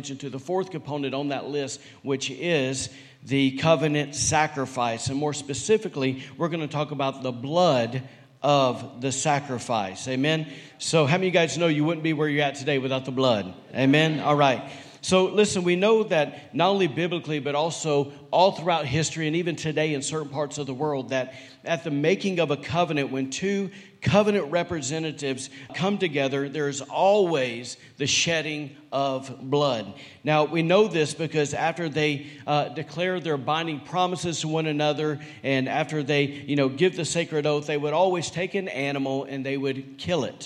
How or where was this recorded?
large echoing room